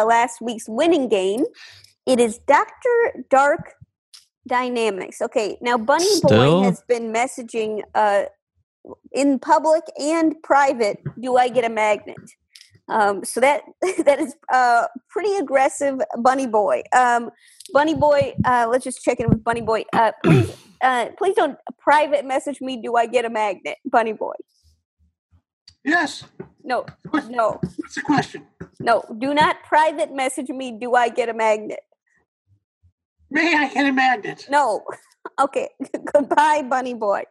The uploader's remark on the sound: Play listener-created games with callers via Zoom!